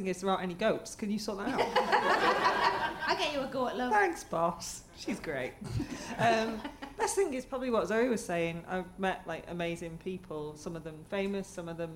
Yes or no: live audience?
yes